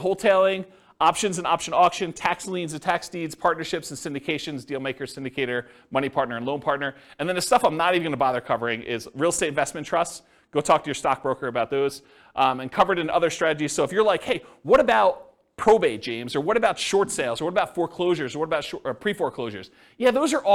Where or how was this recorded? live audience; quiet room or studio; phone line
live audience